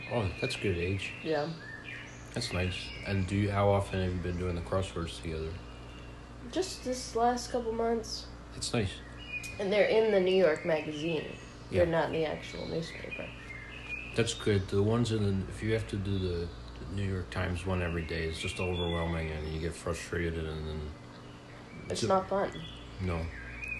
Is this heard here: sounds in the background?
yes